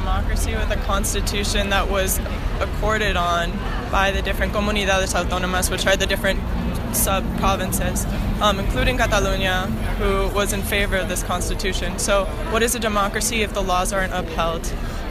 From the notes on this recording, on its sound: They both live in Barcelona and they debate their contrasting opinions during a protest at the GPO, Dublin.